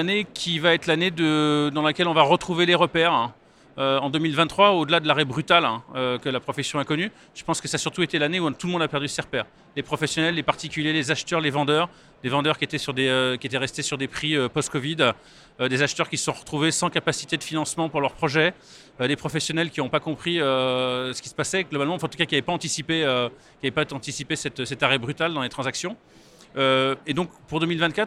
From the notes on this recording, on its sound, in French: Cet entretien a été enregistrée en live du Salon RENT.